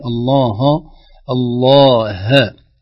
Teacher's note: ننتقل يعني من تغليظ اللام واستعلاء اللسان في حرف اللام إلى ترقيق حرف الهاء